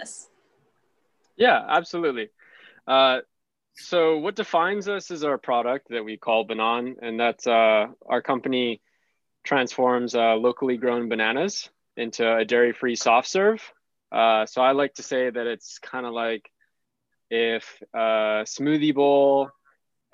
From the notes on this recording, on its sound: now a zoom meeting due to social distancing guidelines